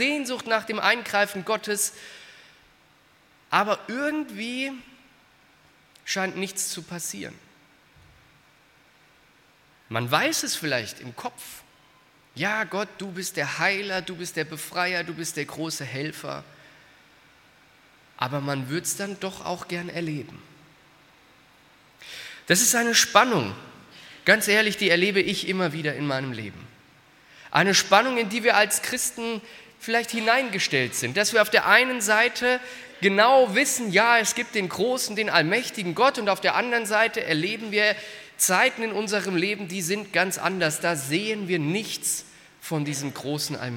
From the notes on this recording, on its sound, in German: aus dem Gottesdienst der Liebenzeller Mission